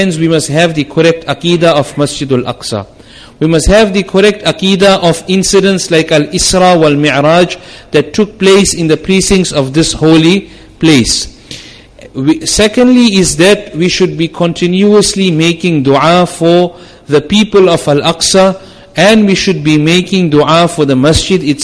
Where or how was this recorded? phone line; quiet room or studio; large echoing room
large echoing room